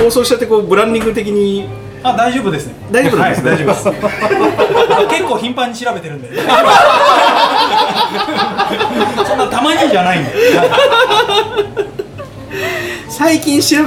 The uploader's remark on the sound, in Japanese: ニセコ公開収録。Bar Guy+（バー・ギュータス）。